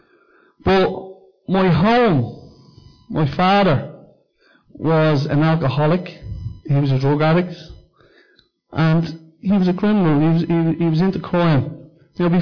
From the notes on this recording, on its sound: Recorded live at Liberty Church